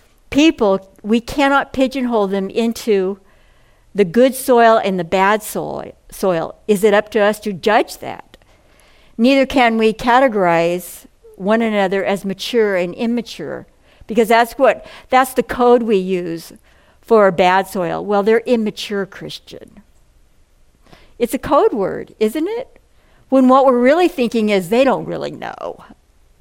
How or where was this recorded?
large echoing room